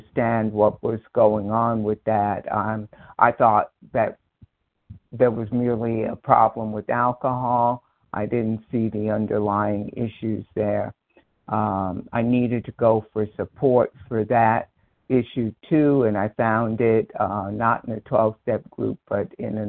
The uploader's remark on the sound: 100 Pounders Phone Meeting, 8/21/23